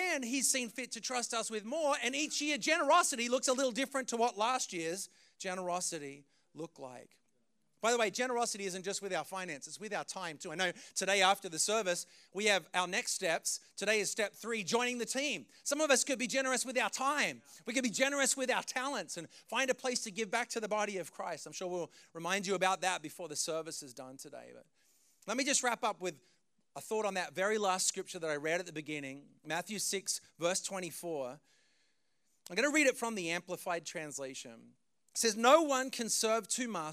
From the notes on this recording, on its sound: preached this message on June 18th at our Brooklyn community